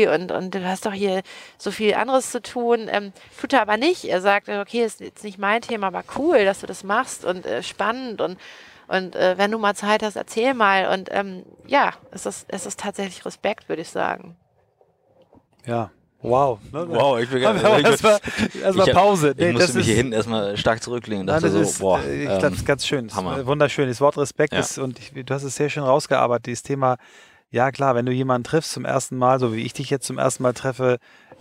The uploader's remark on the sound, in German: Unser erster Podcast, der im Auto aufgenommen wurde - live vom Hamburger Flughafen.